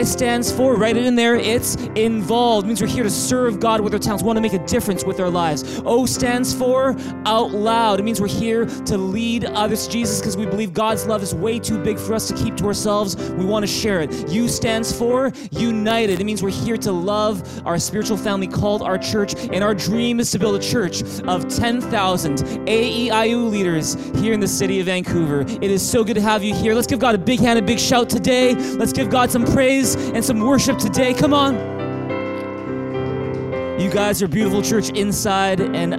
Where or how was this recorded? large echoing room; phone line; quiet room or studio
large echoing room